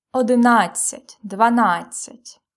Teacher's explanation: in these numbers, the stress always falls at адцять